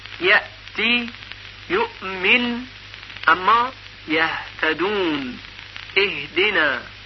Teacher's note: پس در تلفظ هم با هم فرق میکنن، یعنی همزه با سختی و تندی تلفظ میشه و ها به نرمی